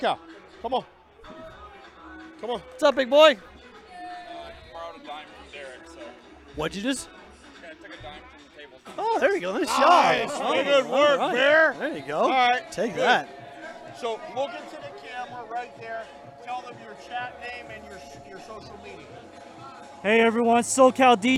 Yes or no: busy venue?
yes